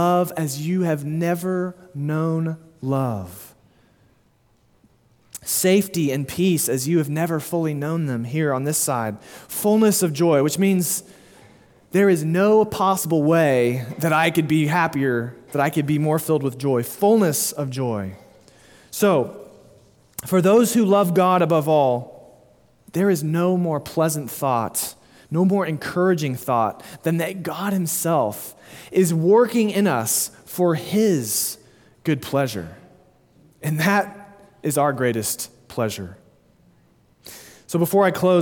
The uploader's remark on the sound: Sermon delivered at Immanuel Baptist Church in Springdale, AR on June 4, 2023.